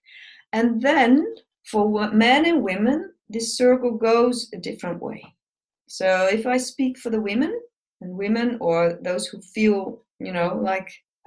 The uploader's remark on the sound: This episode is a recording of a webinar